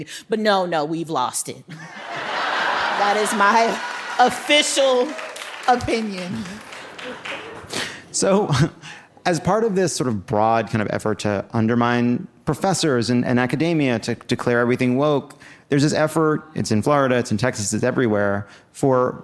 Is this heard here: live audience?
yes